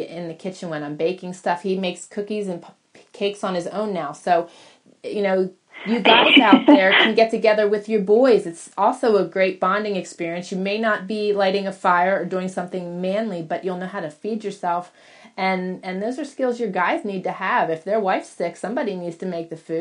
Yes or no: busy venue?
no